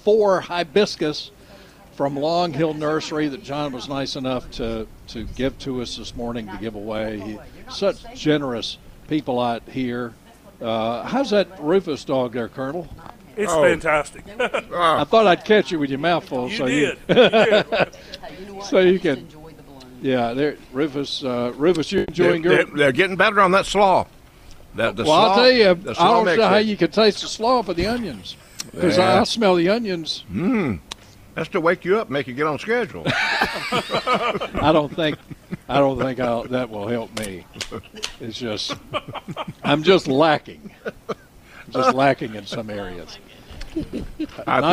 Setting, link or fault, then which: setting, busy venue